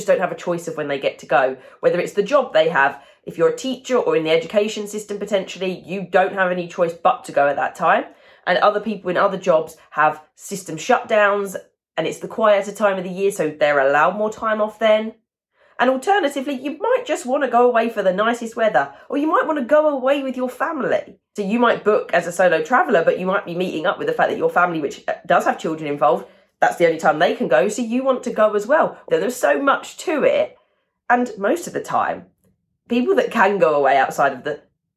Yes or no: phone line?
no